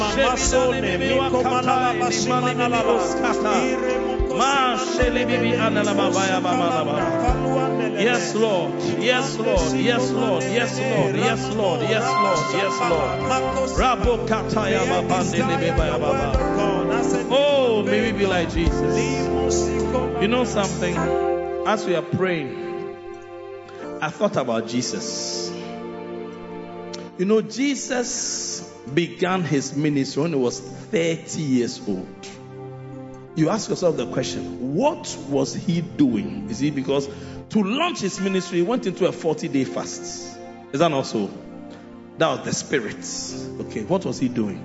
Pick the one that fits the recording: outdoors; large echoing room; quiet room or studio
large echoing room